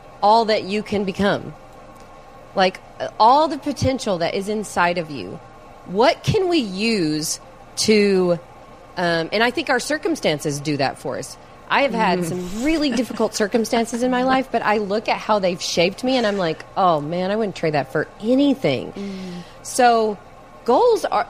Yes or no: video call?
no